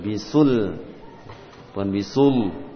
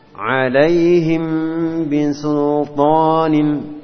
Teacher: lam dibaca dengan tipis tanpa terpengaruh dengan huruf ta sesudah lam · Shown in: second take